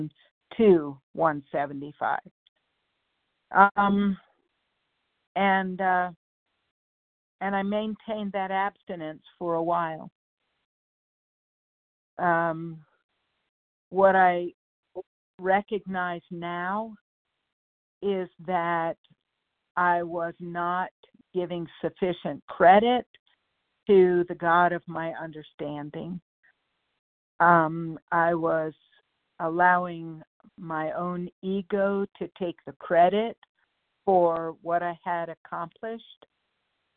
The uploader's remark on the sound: 100 Pounders Phone Meeting